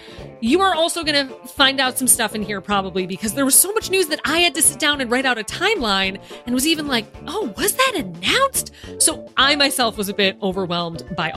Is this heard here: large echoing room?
no